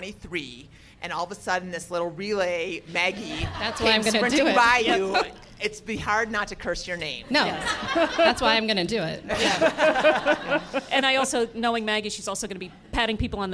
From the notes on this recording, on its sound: Live from Ogden, Utah. In this recorded-in-front-of-a-live-audience episode.